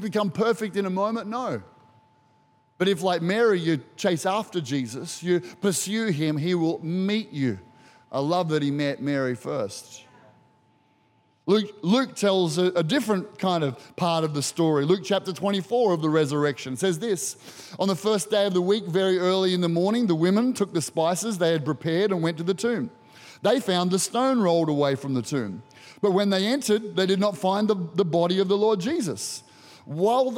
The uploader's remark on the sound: Recorded during our 9am service on Easter Sunday, the 7th of April 2023